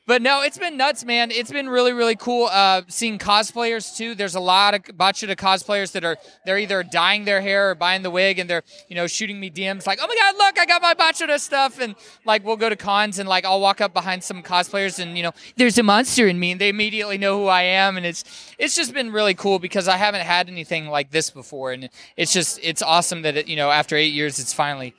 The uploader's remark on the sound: BetaQuest 2023 (Live Recording). Which was a convention created so the Junior Beta Club can raise money to go to national competition this summer. This episode was recorded live and includes most of what we were able to gather at the event, outside of a few recordings that were unfortunately unusable.